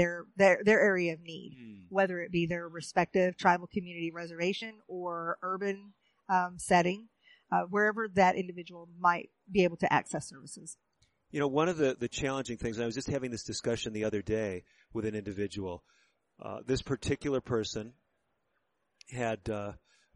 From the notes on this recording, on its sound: recorded at the 2019 NCAI Convention in Albuquerque, NM